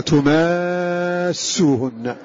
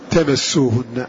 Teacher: بضم التاء وإثبات ألف بعد الميم مع المد المشبع · Shown in: first take · تماسوهن ويكون المد هنا من قبيل المد اللازم تماسوهن.